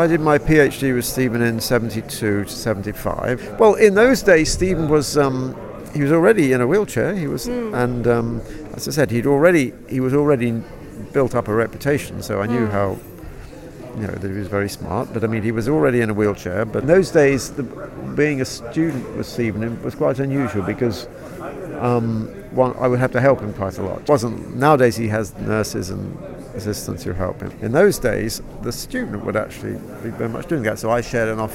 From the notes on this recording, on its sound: recorded at the symposium